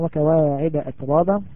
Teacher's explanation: نراعي الهمس في التاء بس بحيث أن الهمس لا يكون بدرجة عالية